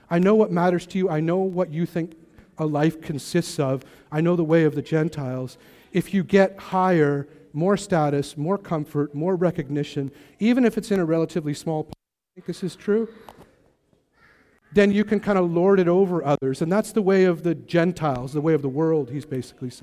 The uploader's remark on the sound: Recorded at the Wallace Venue in North Vancouver.